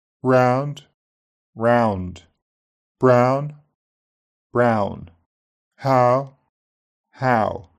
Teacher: Ow doesn't tend to end in a rounded position in Brummie. Ah is typical.